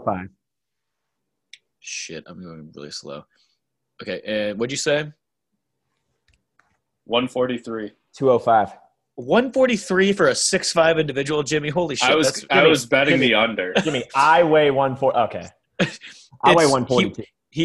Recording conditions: video call